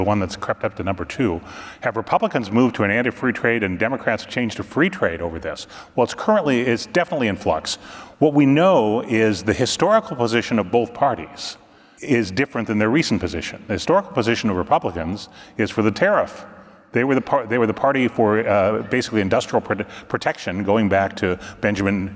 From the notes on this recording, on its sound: Trade Guys on the Road: RILA Supply Chain Conference Edition. Live from the Retail Industry Leaders Association Supply Chain Conference in Dallas, Texas.